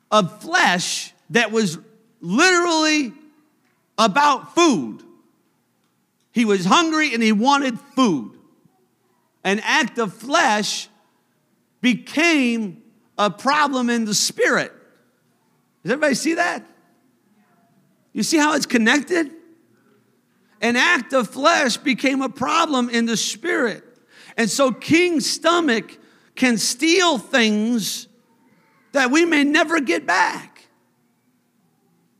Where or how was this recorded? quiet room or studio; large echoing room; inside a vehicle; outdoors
large echoing room